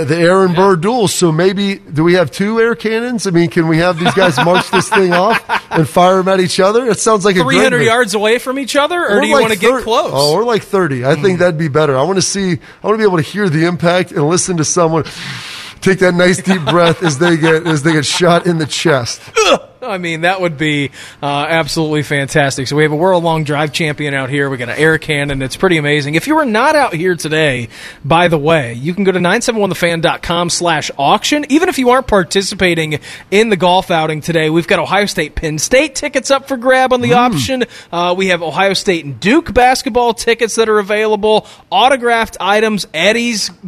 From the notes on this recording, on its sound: The guys were live from Kinsale Golf & Fitness Club this morning.